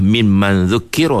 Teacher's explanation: Pada kalimah min man zukira ini, cara nak dengung dia ialah dengan keadaan kita bersedia huruf zal. Maksudnya sambil-sambil dengung man tu, lidah kita tu bersedia dekat dengan makhraj huruf zal. Dengan arti kata lain, kita nak dengung ikhfa ni, kita kena tahu makhraj huruf selepas huruf nun tu.